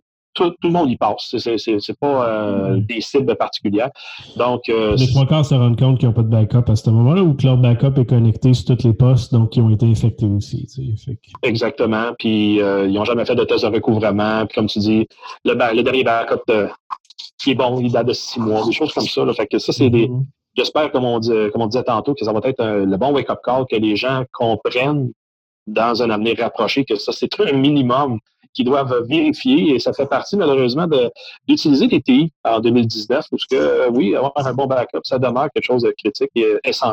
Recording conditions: video call